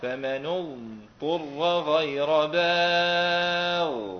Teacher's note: أظهر استطالة ورخاوة الضاد